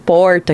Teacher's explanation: esse R de porta, que a gente chama de R aproximante retroflexo, né, que é um R específico também do Brasil.